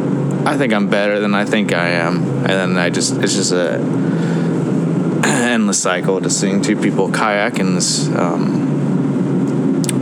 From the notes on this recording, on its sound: On the Road. Eventually the car audio may improve, we will see how this goes.